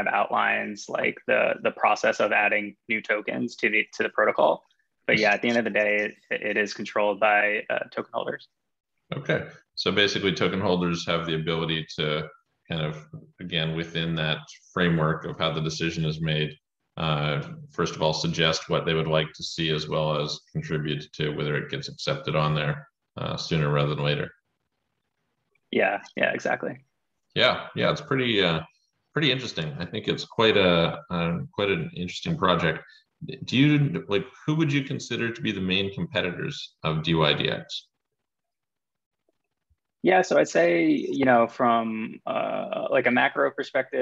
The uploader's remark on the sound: joined a zoom meeting